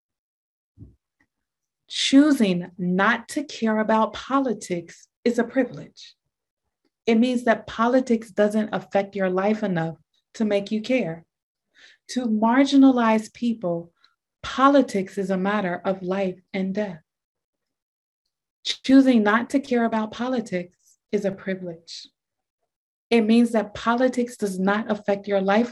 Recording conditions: video call